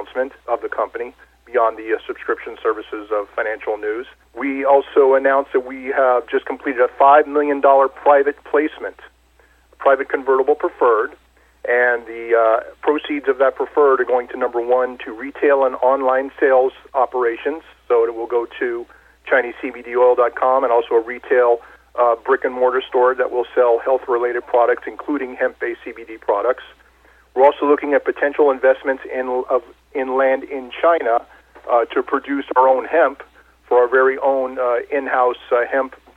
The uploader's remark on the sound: called in to SmallCapVoice.